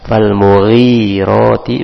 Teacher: huruf ghain adalah huruf tebal, namun ketika berharokat kasrah maka berkurang ketebalannya, maka dibaca, dibaca biasa falmughirati, bukan ughi, bukan tebal ya, tapi dibaca berkurang tebalnya.